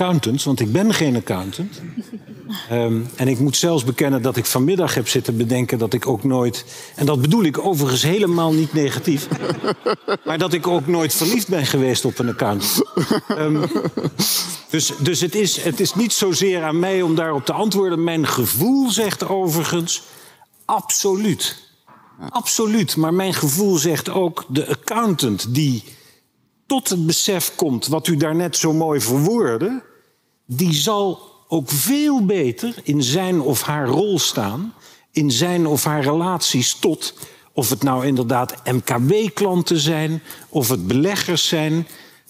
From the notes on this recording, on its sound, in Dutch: Laat je meeslepen in een informatieve en spannende discussie tijdens de NBA Ledenvergadering, live vanuit de Jaarbeurs, Utrecht.